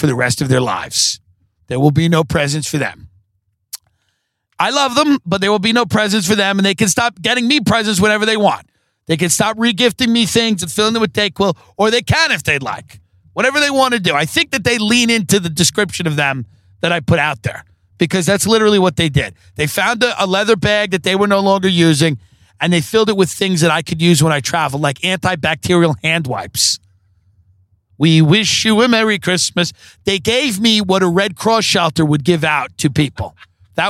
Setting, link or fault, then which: setting, inside a vehicle